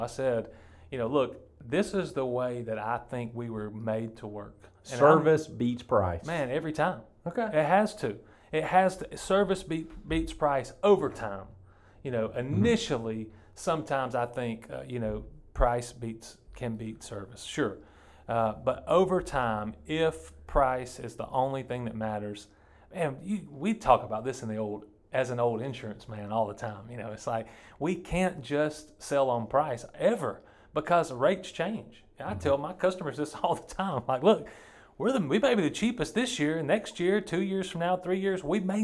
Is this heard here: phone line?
no